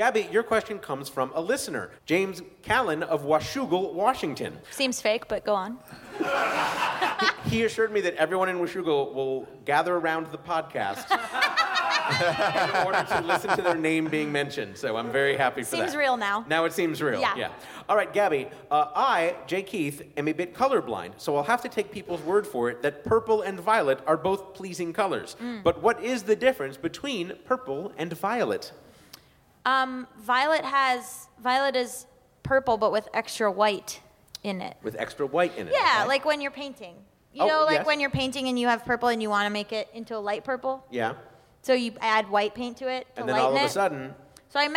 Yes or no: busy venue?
yes